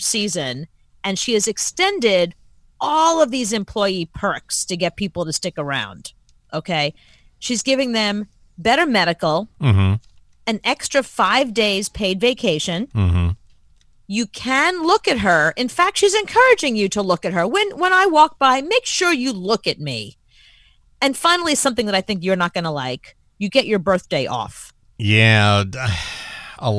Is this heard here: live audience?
no